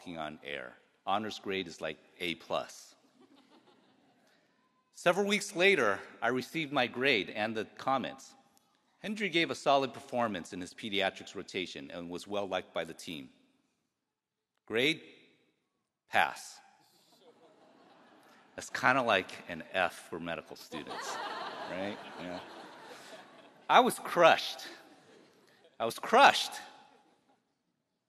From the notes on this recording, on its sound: The keynote address at the 2023 UC Davis School of Medicine commencement ceremony, held in the Robert & Margrit Mondavi Center for the Performing Arts on the UC Davis campus.